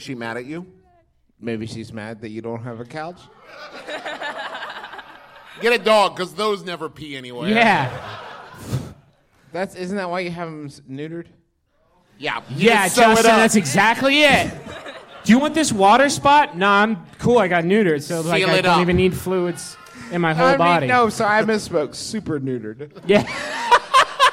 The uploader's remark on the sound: We did this live show in Los Angeles a few months ago.